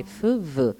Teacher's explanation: Nella V sentiamo vibrare la gola.